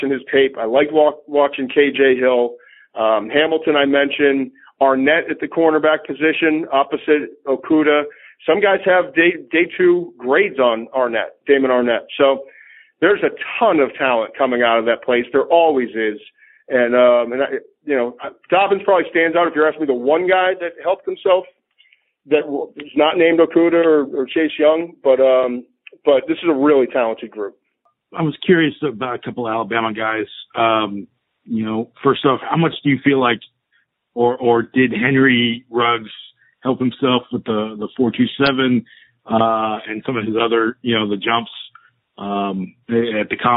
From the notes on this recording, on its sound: NFL Draft teleconference